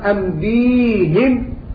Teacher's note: ونقف عليها أيضا أنبيهم بكسر الهاء لمجاورة الهاء الياء، إذن فيها وجهان في حال الوقف أنبيهم وأنبيهم.